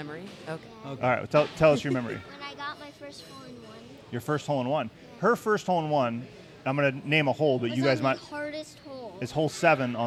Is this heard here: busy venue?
yes